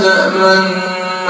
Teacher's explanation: إشمام ضم الشفتين حال الغنة